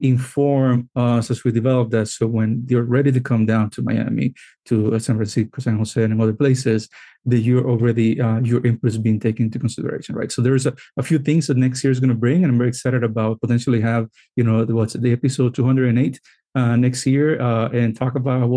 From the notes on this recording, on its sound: In this PAVE Virtual Panel.